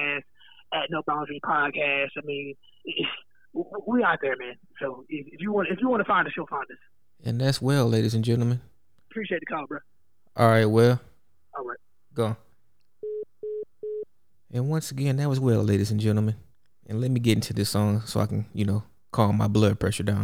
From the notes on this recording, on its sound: has a phone call